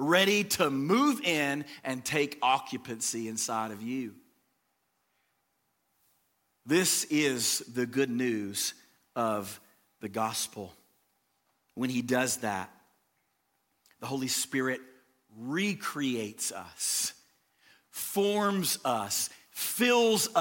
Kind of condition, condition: setting, large echoing room